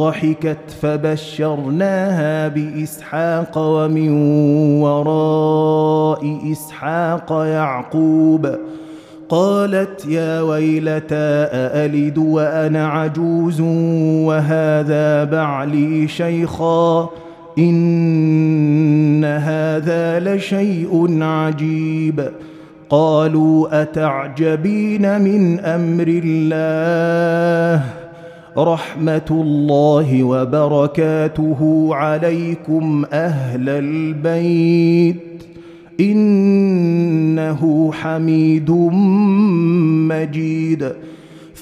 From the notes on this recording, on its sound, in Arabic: مسجل من صلاة التراويح بمسجد السلام بحي مشرفة.